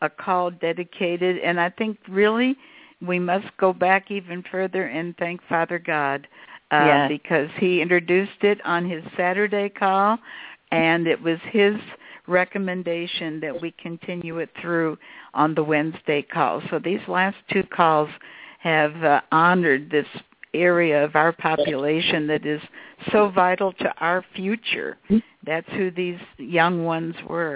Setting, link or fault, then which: link, phone line